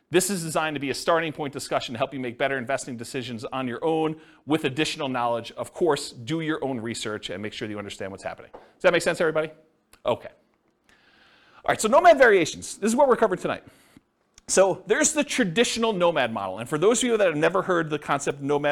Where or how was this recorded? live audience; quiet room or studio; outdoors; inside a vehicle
live audience